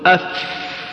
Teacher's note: عندما يريد أن ينطق بالفاء يضعف الاعتماد، يضعف الاعتماد اللي هو الثنايا العليا مع الشفة السفلى، يقول أف فيجري النفس.